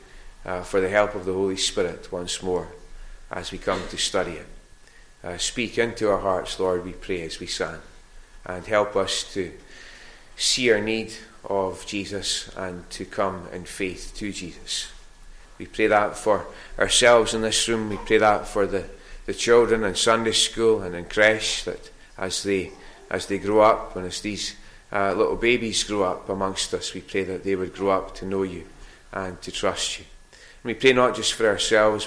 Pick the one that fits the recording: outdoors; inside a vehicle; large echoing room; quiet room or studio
large echoing room